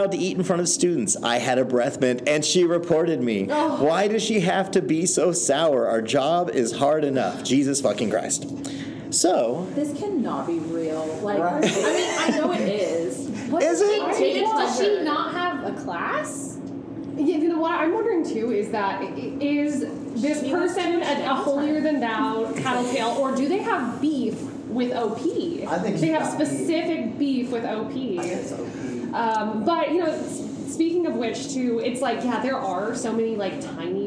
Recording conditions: busy venue